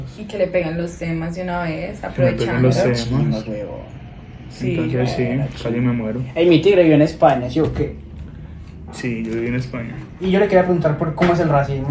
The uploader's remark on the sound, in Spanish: Como siempre, perdón por la calidad del audio.